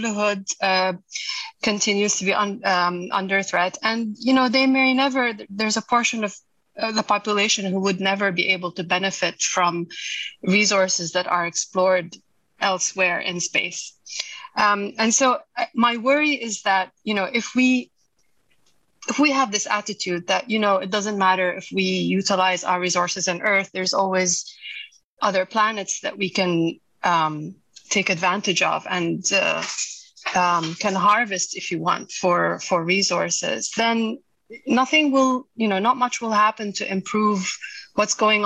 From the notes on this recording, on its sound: Following the interview, there is a moderated town-hall-style Q&A with questions coming from the live virtual audience.